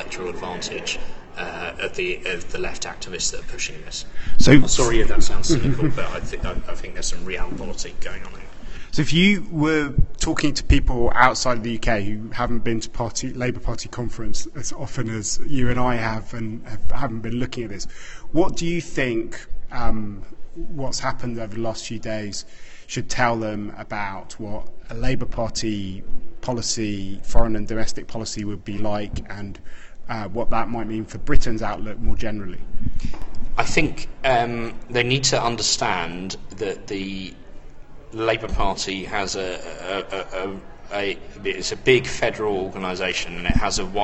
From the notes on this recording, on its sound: At the annual Labour conference.